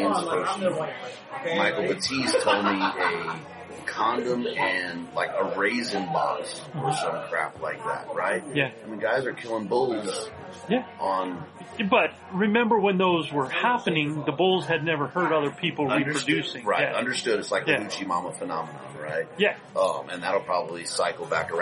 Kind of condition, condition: setting, busy venue